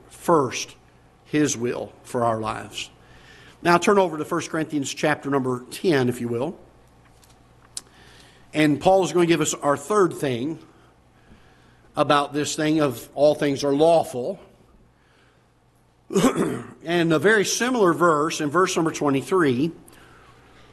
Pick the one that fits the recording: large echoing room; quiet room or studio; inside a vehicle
large echoing room